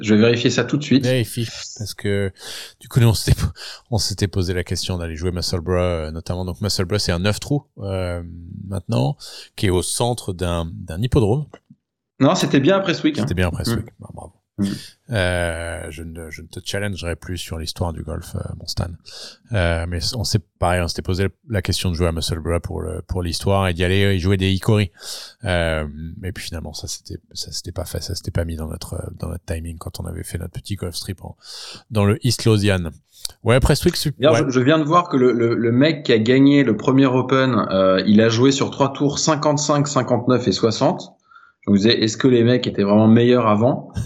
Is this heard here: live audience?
no